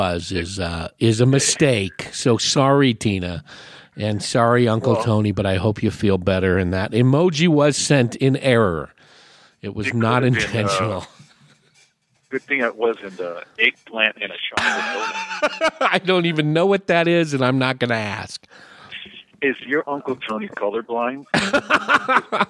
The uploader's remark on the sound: talks over the phone line